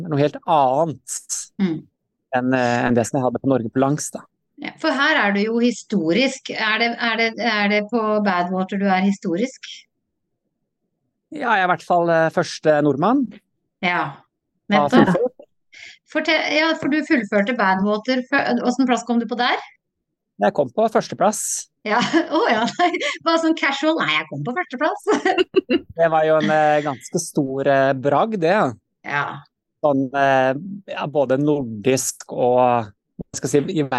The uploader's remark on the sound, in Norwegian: på Zoom, rett fra sola i Arizona